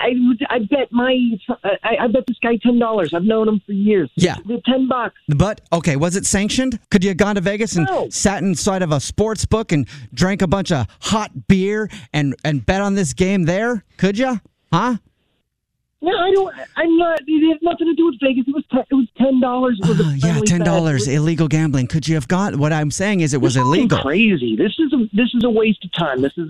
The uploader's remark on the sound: Phone Prank